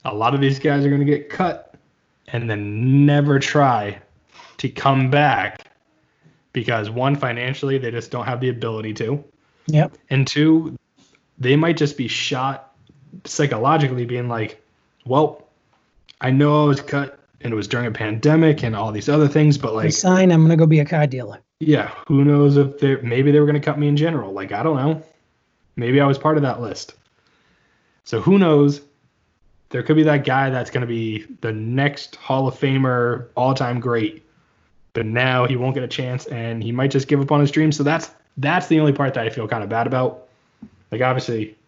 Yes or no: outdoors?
no